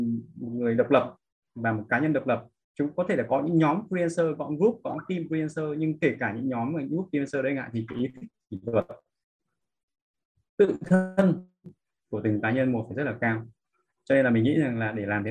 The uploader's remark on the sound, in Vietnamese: Nội dung âm thanh này đã được Arena Multimedia ghi âm lại từ nền tảng ứng dụng Zoom trong sự kiện Trò chuyện & Giải đáp: Multimedia Design.